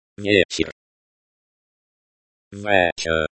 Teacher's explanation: The stress falls on the first syllable.